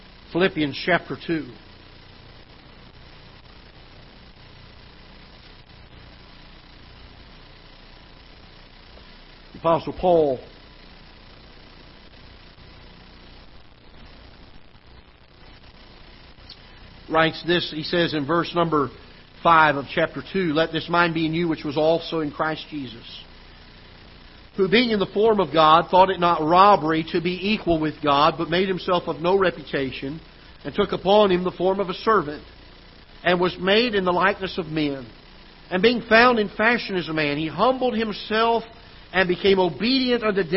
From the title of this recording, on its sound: Ketha Heights Baptist Church ~ Live Broadcast